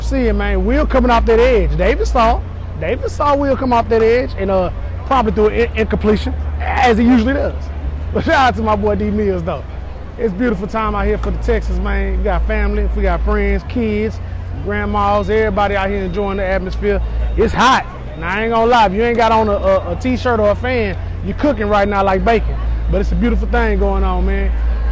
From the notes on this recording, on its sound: coming to you live from the heart of the action at the Houston Texans training camp